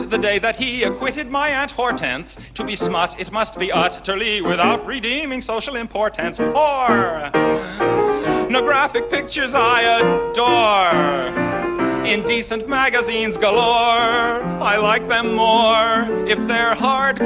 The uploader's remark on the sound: LIVE FILM From Copenhagen in 1967. The recording is from Copenhagen, Denmark, in September 1967.